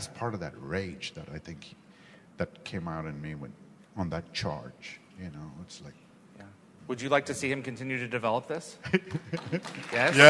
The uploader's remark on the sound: Please note, as this was a LIVE, on-site event, the audio is not fully optimized for this podcast.